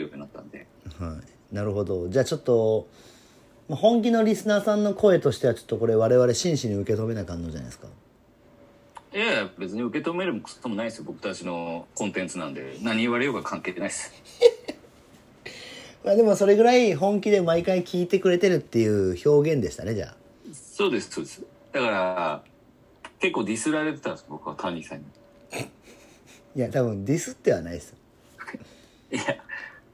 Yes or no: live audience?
no